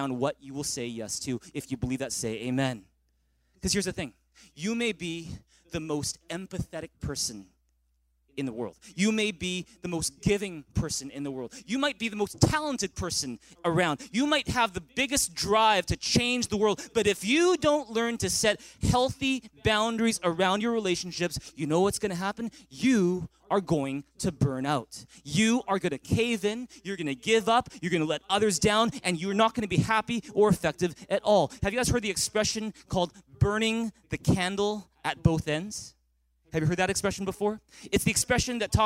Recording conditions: large echoing room